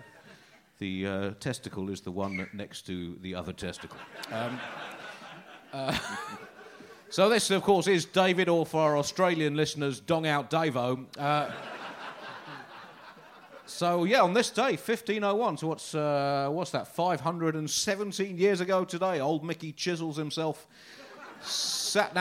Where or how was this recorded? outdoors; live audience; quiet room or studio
live audience